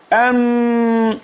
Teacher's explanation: في تضام في الأوتار الصوتية في هزة في الأوتار الصوتية · Term: جهر